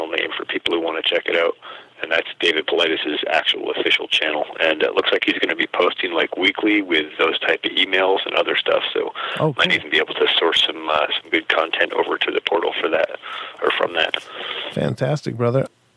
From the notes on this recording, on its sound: Punctuated by a call from a long time show contributor